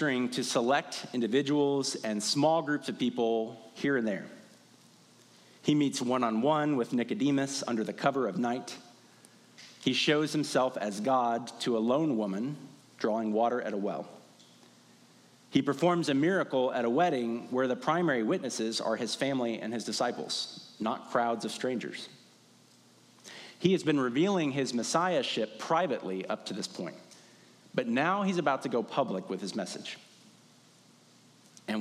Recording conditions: large echoing room